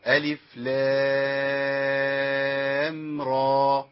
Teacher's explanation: مش عايز أقول راء لأنها ما فيش همزة في النطق. بص ألف لام راء بس.